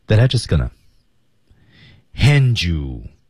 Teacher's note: 注意连读 gonna 前面的 just，that I just gonna 失去爆破